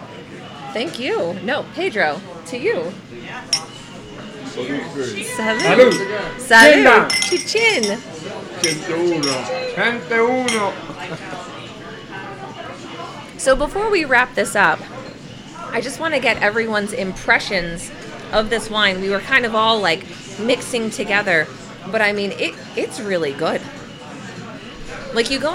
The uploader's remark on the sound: We traveled to Oliver's Cigar Lounge and Bar in downtown Shamokin to record this episode live!